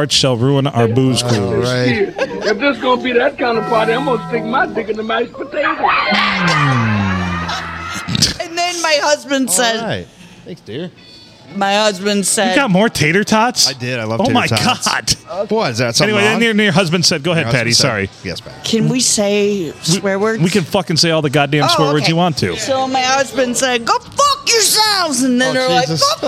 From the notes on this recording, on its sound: Recorded at the Rustic Tavern on Sunday Funday.